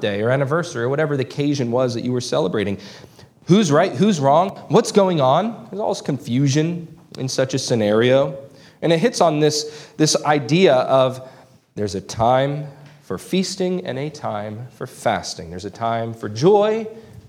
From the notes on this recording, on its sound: This sermon was preached on June 4, 2023 at Antioch Presbyterian Church. Located in Woodruff, South Carolina.